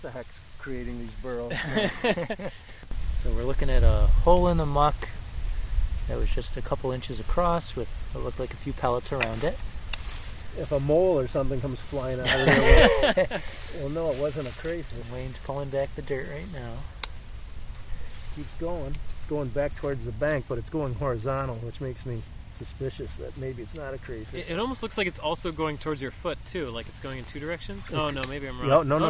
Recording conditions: sounds in the background